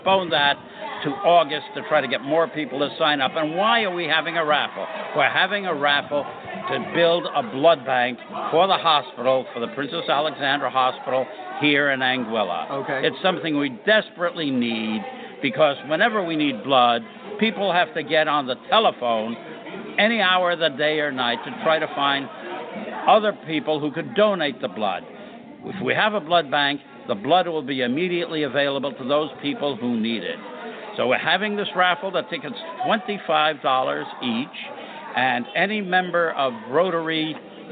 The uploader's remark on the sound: on location at Straw Hat, Meads Bay, Anguilla.